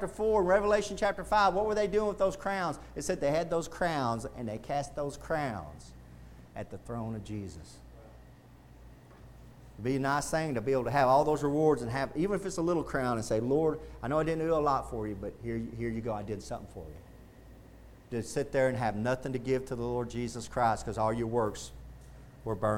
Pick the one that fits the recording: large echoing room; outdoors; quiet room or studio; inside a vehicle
large echoing room